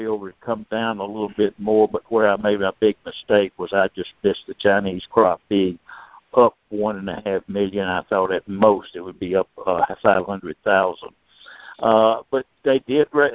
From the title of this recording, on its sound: Monthly Conference Call